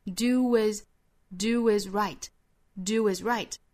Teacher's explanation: are telling you to do is right. To do 这个 do 跟后面的 is 可以做连读，当然我们刚才说到也可以做一下停顿，如果连读的话要带出这个小 w 的发音